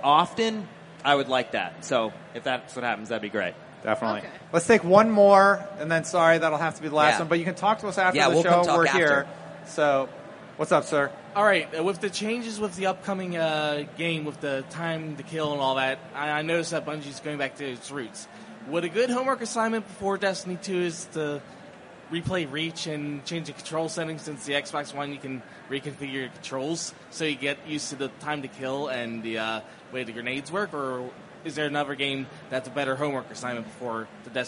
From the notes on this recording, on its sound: live from GuardianCon 2017